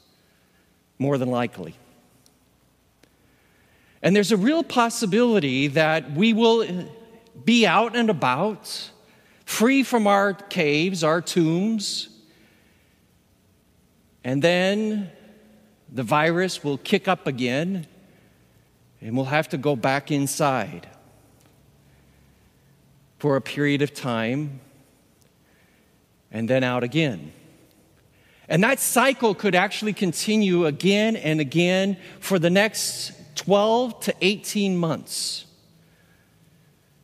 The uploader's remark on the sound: With the COVID-19 pandemic confining most of us to our homes, an in-person worship experience was not possible. Recorded live at Beatitudes Church, Phoenix, AZ on 04/11/20.